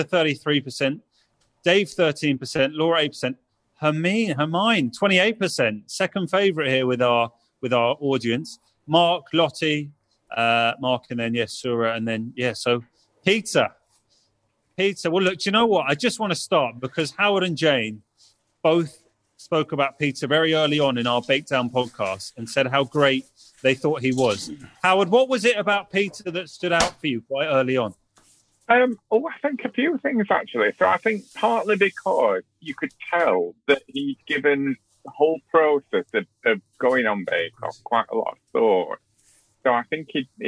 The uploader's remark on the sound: we held a special live webinar, from which this podcast is recorded